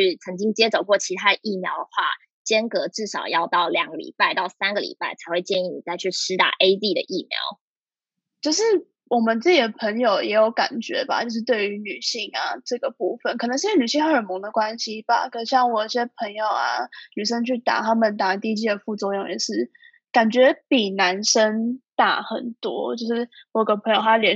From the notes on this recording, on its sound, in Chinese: 本集因以線上錄製，音質不穩請見諒